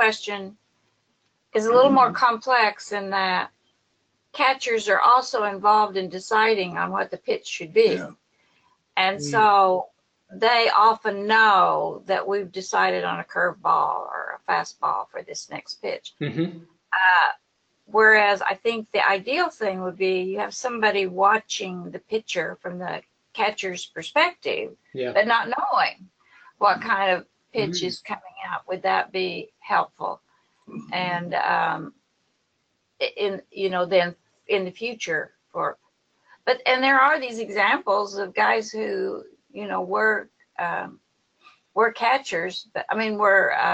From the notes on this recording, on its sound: Apologies in advance that the audio quality isn't up to our usual high standard - due to some technical difficulties, we had to resort to Plan B, which means the recording isn't quite as crisp as it otherwise might have been!